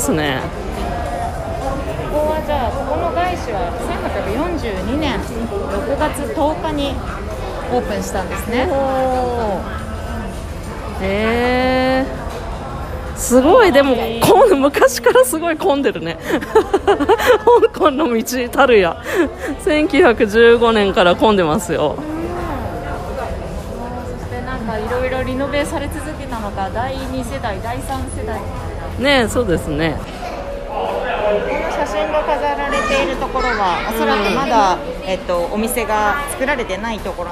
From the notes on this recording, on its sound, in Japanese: リニューアルオープンした街市から現地収録。いわゆる昔ながらの「街市」とは全然違う雰囲気にドキドキしながら、初めての現地収録です。